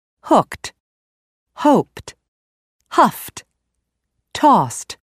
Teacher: K, p, f, and s are technically called voiceless sounds. When a verb ends with one of these sounds, that unvoiced sound must also be followed by the unvoiced t sound.